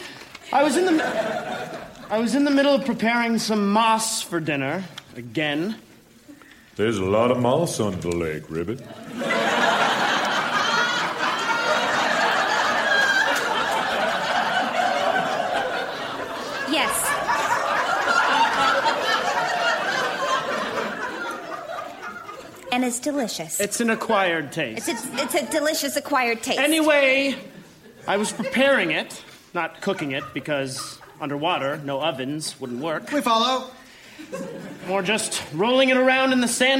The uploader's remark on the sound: Recorded Live 2/1/2014 at Largo, Los Angeles.